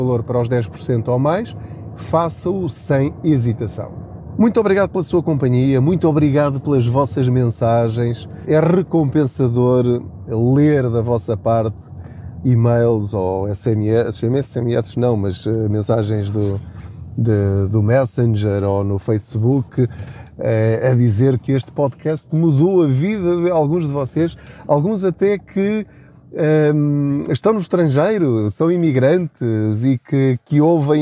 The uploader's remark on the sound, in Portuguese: Não ligue aos barulhos da viagem.